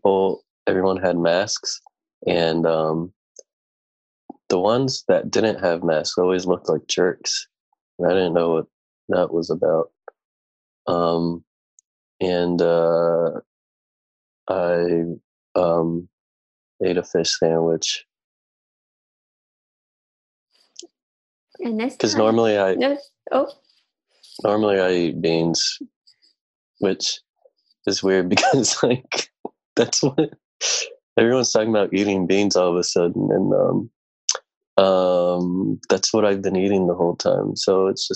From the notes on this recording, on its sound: In our very first episode recorded entirely remotely. Play listener-created games with callers via Zoom!